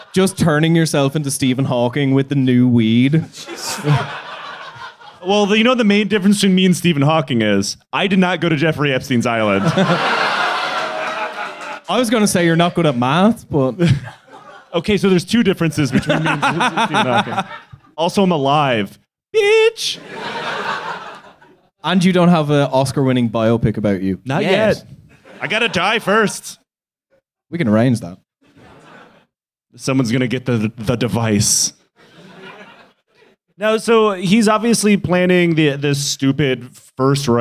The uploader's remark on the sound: Live In London